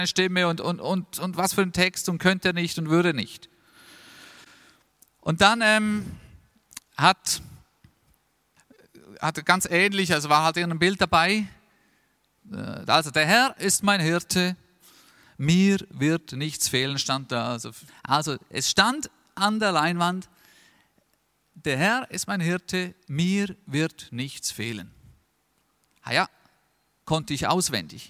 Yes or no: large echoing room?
yes